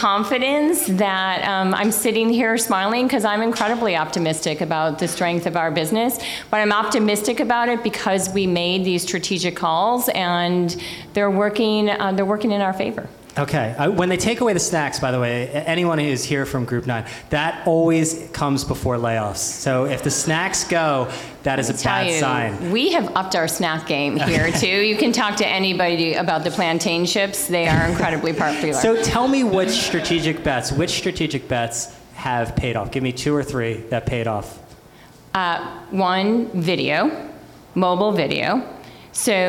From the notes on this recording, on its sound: At a live recording event of the Digiday Podcast